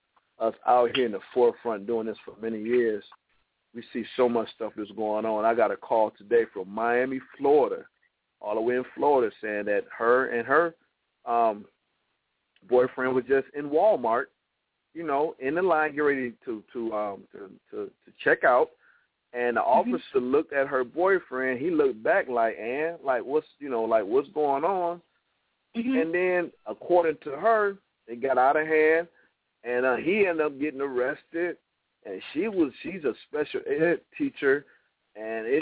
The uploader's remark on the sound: the hosts opens up the phone lines